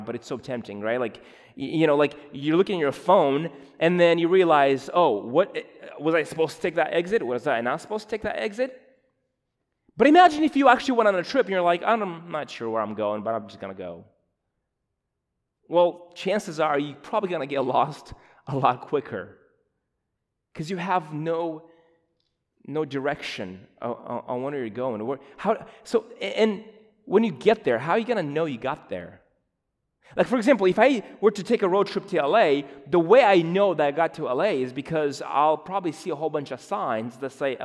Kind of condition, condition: setting, large echoing room